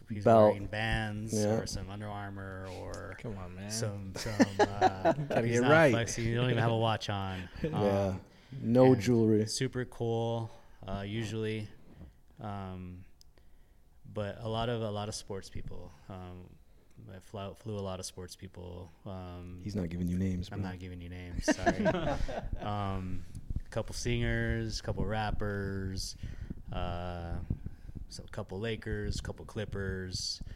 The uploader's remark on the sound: On this episode we step outside of the studio and take a trip over to the Arts District in Las Vegas to visit Vegas Kombat Fight Club.